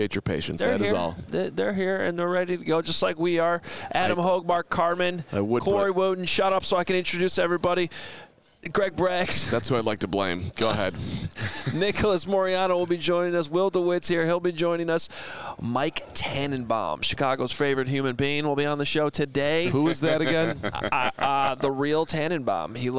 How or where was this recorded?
busy venue